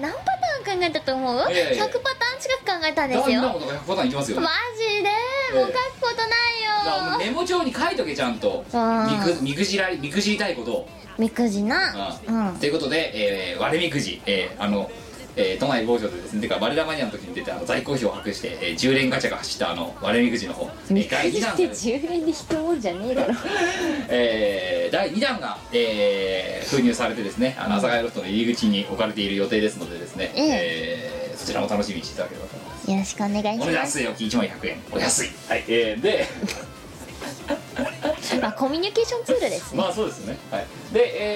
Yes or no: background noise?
yes